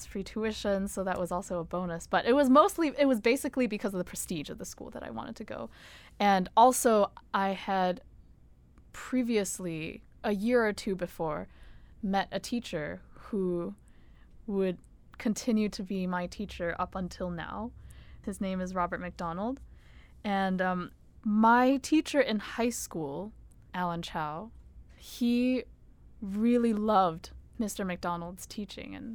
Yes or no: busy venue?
no